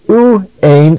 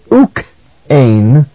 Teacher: It is now uk because it comes before a vowel. So in order to break the transition from diphthong or vowel to vowel, a kappa was inserted. · Shown in: second take